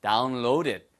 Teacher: 절대 다운로드 아니에요. 영어에서는 down이라는 드 발음을 유성음으로 부드럽게 하셔야 됩니다.